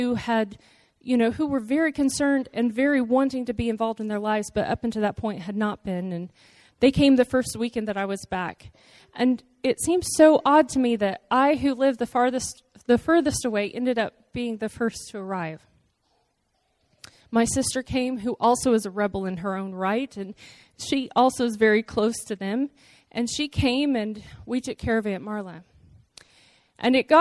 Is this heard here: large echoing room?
yes